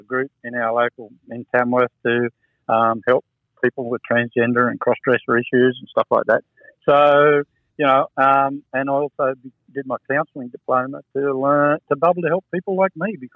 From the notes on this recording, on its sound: This interview was conducted over the phone with limited reception.